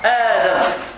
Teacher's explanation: فعندنا مثلا آدم، الأصل ديالها أدم، أدم، فأبدلت الهمزة الساكنة من جنس حركة ما قبلها ألفا، ألفا لأن المقبول منها مفتوحة. · Term: مد البدل